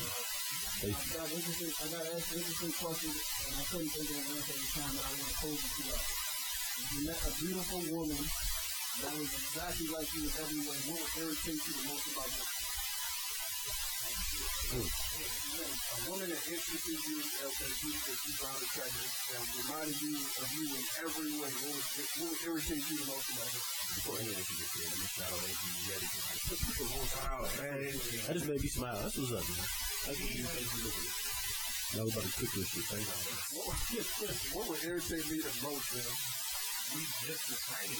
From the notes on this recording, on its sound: We want to apologize to you guys for the early audio issues.. Tried the best the could to correct it but it we know its not up to our standard.